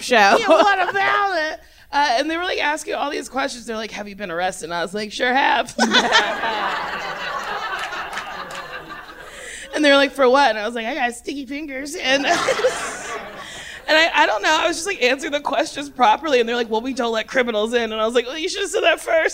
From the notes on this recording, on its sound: Recorded LIVE at the 2019 Just For Laughs festival in Montreal.